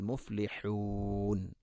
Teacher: മുഫ്ലിഹൂൻ ഹാന്റെ ഉച്ചാരണം ശ്രദ്ധിക്കുക തൊണ്ടയുടെ മധ്യഭാഗം.